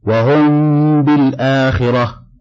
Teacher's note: فأما الإخفاء الشفوي فله حرف واحد وهو الباء، فإذا وقعت بعد الميم الساكنة ولا يكون ذلك إلا في كلمتين وجب إخفاء الميم في الباء، وسمي إخفاء شفويا، نحو: وهم بالآخرة، فليست له إلا صورة واحدة.